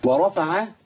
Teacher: ما خليش الراء عندي المفخمه تاثر على الفاء